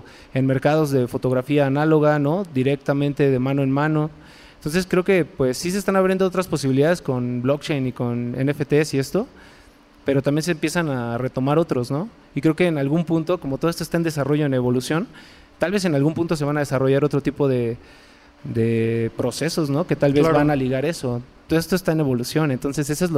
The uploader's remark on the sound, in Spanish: Este episodio es un panel que grabamos en el Foro Indie Rocks sobre NFTs.